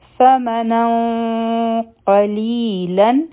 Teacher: ما او په نون باندې فتحتین دي ډبل زورونه دي مخکې قاف دی او دې ته تنوین وایي. هر کله چې د تنوین نه پس قاف راشي نو بیا اخفا کیږي. دلته به مونږ غټه اخفا کو.